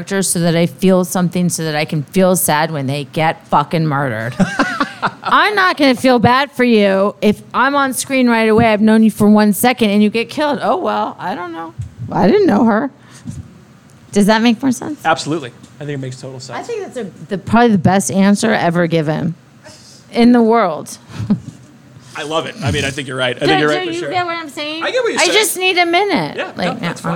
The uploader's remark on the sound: Recorded live at the first annual America's Haunts and Hops horror convention.